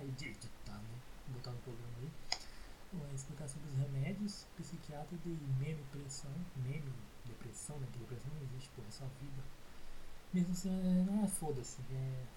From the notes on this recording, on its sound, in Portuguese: Essa merda com áudio ruim.